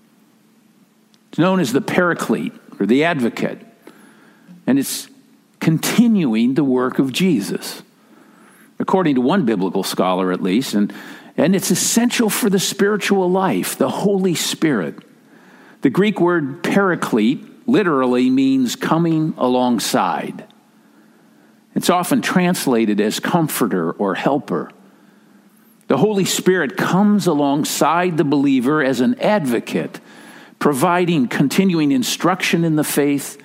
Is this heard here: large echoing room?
yes